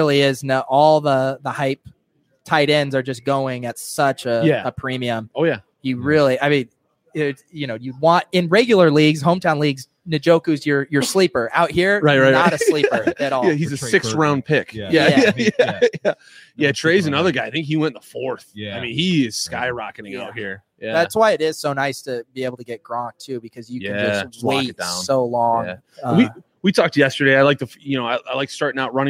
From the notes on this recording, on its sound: Live from Vegas. Live from the FFPC Drafts in Las Vegas talking with high stakes pros and analysts about their upcoming Main Event Draft.